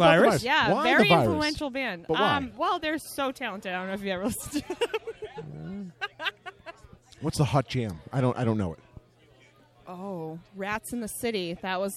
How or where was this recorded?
busy venue